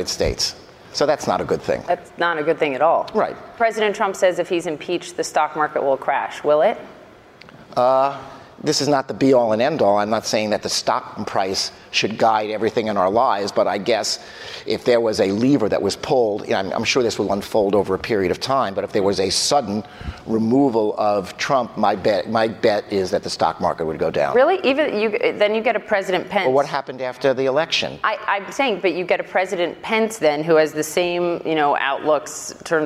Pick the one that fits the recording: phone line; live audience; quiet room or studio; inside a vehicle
live audience